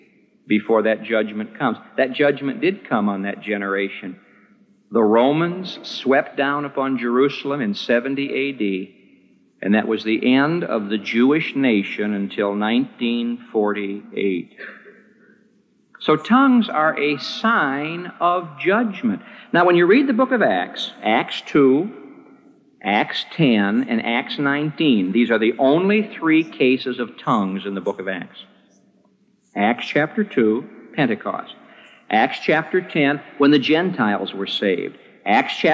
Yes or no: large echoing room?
yes